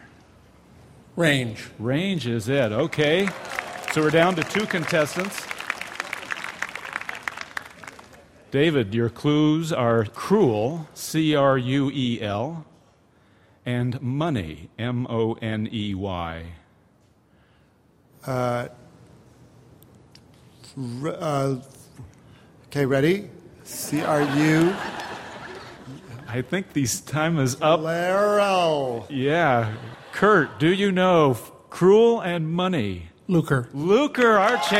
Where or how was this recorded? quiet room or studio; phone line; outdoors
outdoors